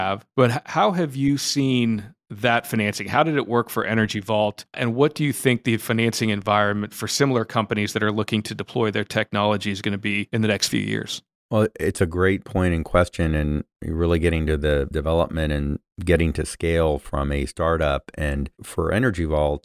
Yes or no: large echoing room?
no